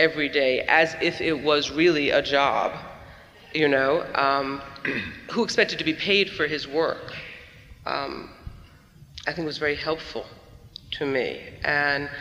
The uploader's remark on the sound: They seem to forget that there is an audience of more than 2,000 watching them